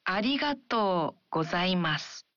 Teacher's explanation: When saying ありがとう, you say the vowel O in to one beat longer.